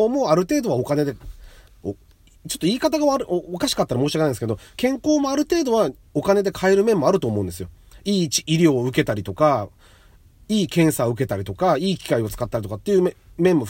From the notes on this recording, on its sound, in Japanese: 初めての外、初めての車内で収録しています